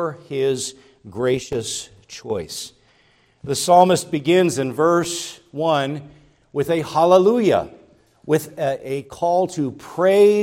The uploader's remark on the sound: preached at Grace Orthodox Presbyterian Church in Sewickley, PA, during the evening Worship Service on Sunday, August 6, 2023.